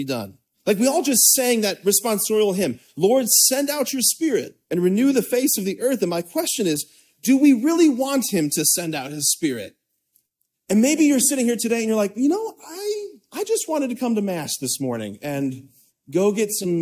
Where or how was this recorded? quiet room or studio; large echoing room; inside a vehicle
large echoing room